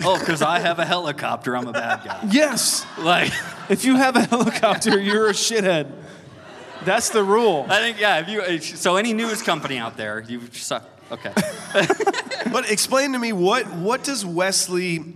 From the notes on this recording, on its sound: We’re headed to Cedar Ridge Distillery for our first ever live show featuring Road House! It’s time for Road House LIVE!